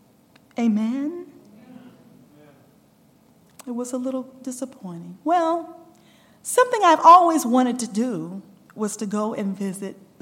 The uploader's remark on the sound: recorded June 2, 2023, at Ringgold SDA Church.